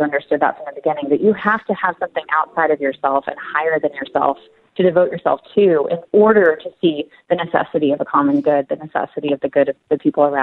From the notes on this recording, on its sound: THE RIDE HOME. Go to the phones.